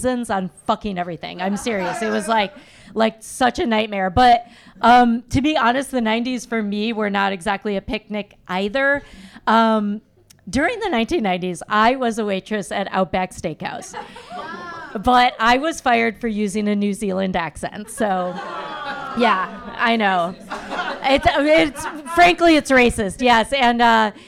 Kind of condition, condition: setting, live audience